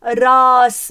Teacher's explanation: مثلا نحن ما بنلفظ الهمزة لانه بالسرياني ما في همزة